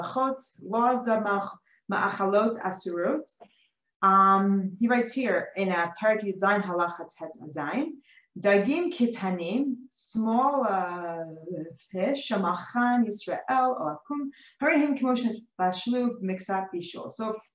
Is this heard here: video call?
yes